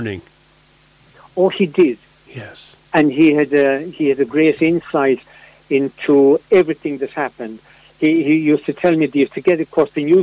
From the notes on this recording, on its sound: joined on the phone by Ogonnelloe correspondent